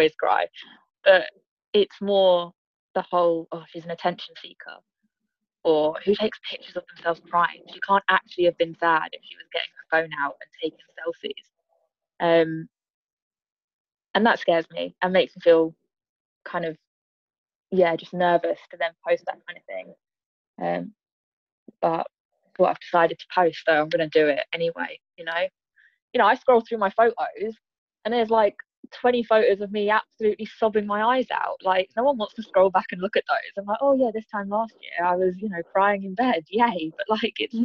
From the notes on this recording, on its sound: We are back in lockdown and back on Zoom. The audio quality is very much sub par.